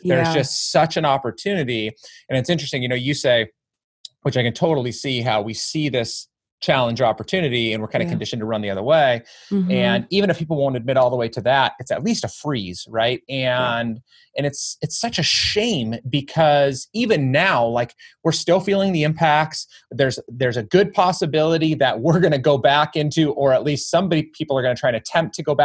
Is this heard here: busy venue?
no